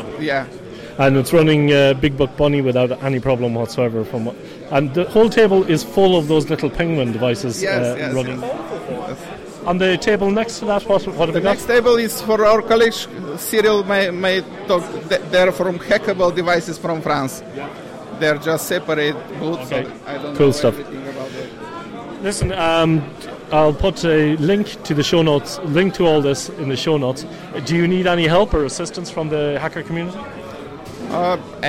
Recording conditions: busy venue